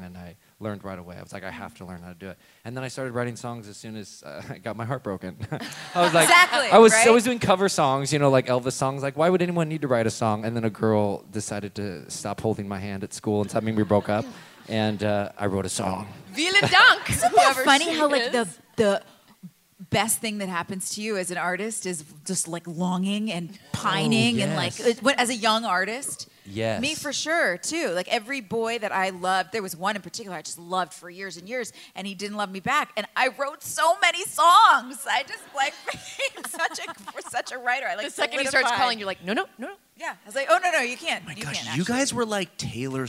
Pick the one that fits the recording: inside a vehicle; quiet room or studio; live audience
live audience